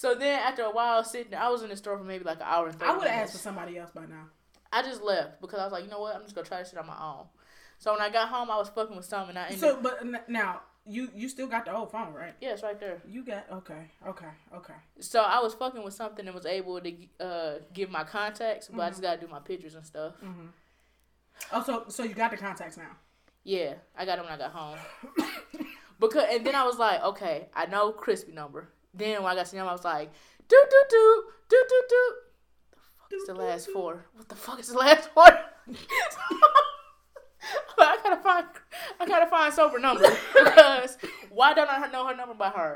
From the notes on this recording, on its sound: Apologies for the abrupt ending. We had a technical error in recording.